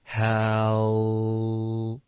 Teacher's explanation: 我这里是舌尖顶着上齿发这个 L 的音